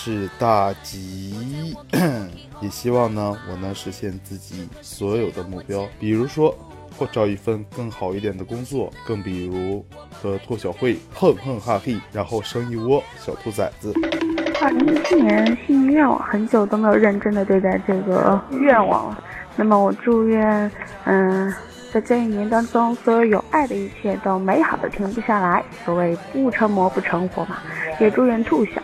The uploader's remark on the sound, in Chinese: 这期录的太艰难了，外面一直吵有杂音